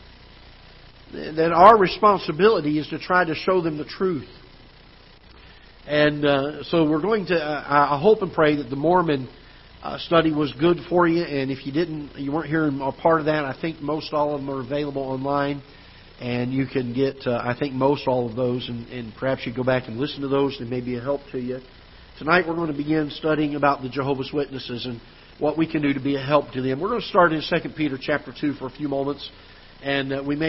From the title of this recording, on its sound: Ketha Heights Baptist Church ~ Live Broadcast